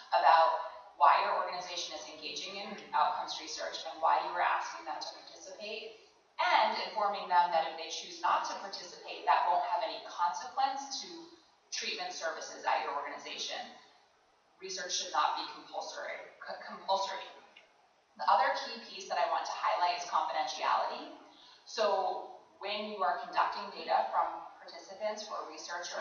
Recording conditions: live audience